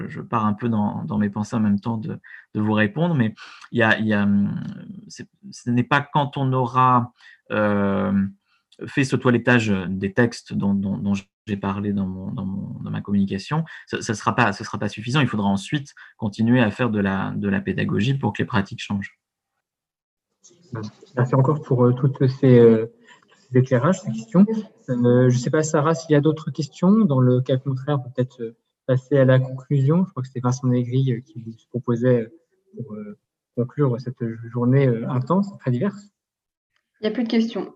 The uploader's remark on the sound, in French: Enregistré sur Zoom.